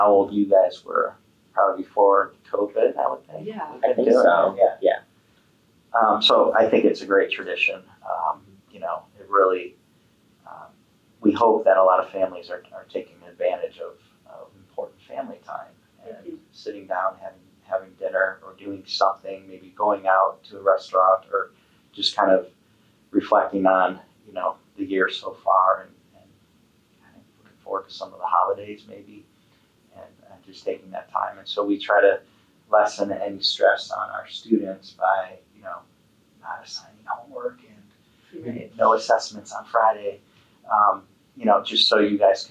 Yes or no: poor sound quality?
yes